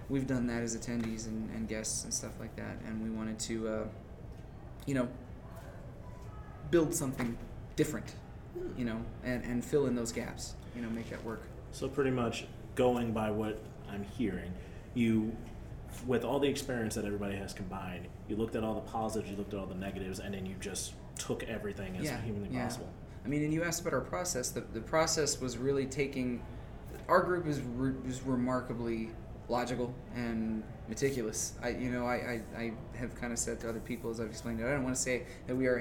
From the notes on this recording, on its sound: Live at Anime Magic 2019 Interview.